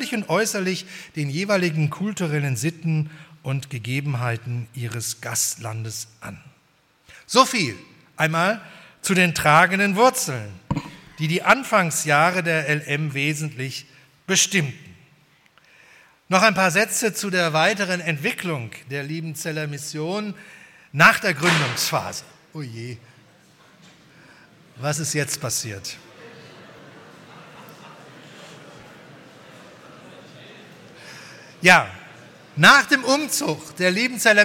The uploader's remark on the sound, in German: bei der 120-Jahre-Feier der Liebenzeller Mission